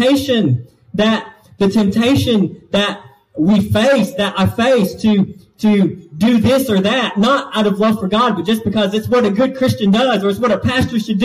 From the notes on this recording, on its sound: This message was delivered to Cottondale Baptist Church in Eastman, GA.